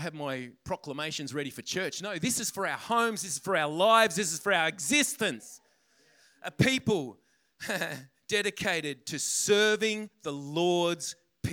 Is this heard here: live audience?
yes